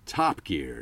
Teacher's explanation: typically in American speech patterns, they always land the emphasis on the first syllable more than we do